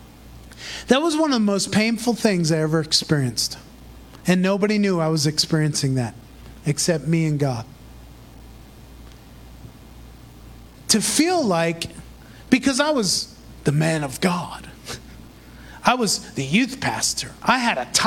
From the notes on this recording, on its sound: Recorded in Praise Revival Center, Davao City, Philippines.